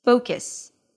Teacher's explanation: since the first syllable is the primary stress, it's a little higher in pitch. · IPA: ˈfoʊkəs